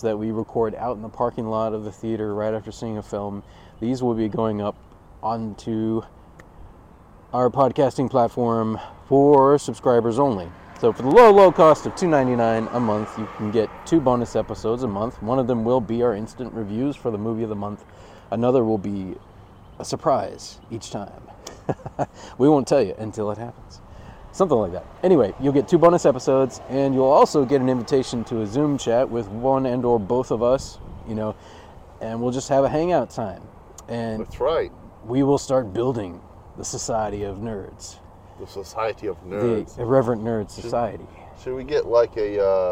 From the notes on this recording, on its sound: We recently watched the new Super Mario Bros film and recorded this short vidcast in the parking lot of the theater.